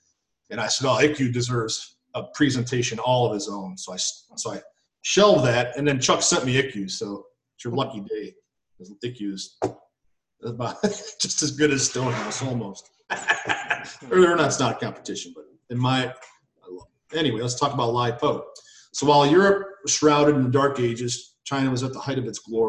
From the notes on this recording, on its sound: in these virtual Zoom Sangha times